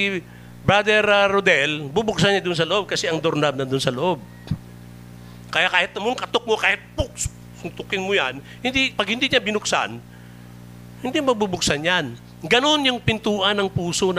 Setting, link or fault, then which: setting, large echoing room